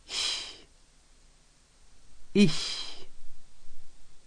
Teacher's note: CH with a high tongue